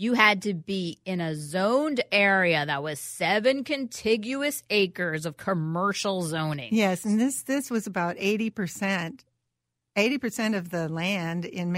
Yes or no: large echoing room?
no